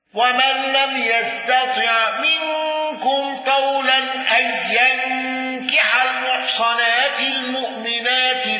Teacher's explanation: الكسائي بكسر صاد المحصنات